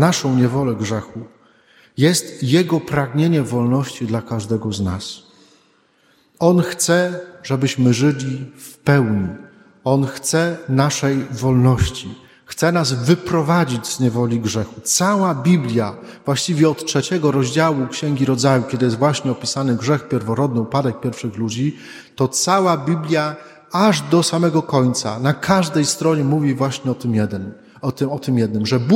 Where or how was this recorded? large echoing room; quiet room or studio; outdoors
large echoing room